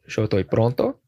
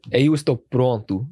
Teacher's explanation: in Portuguese, words that end in O, you pronounce kind of like a U sound · Shown in: second take